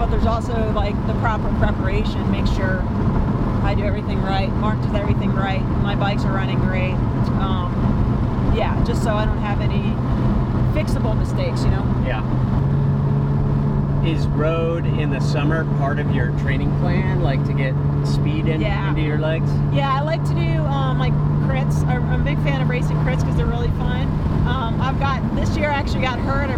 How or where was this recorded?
inside a vehicle